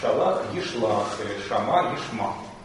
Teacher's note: А бывает, во-первых, у глаголов со вторым или третьим гортанным, да, то есть в соседстве с гортанным, можно сказать, да, после гортанного или перед гортанным, гласный становится А. Например, там, шалах ешлах или шама ешма.